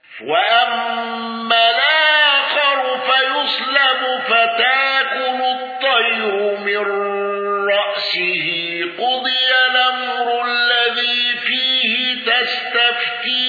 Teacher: الأصبهاني بتوسط المنفصل والنقل وإبدال الهمز